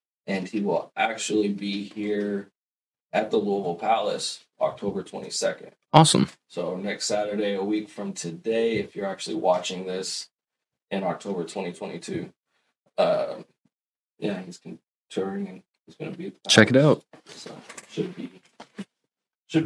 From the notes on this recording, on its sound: Sorry for the audio issues! Still dialing in settings.